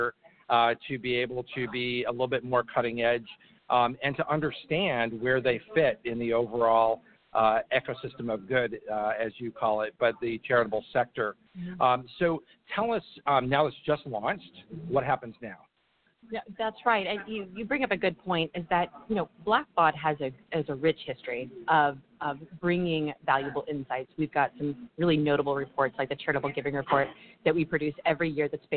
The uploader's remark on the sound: LIVE from BBCON 2016 - The Blackbaud Conference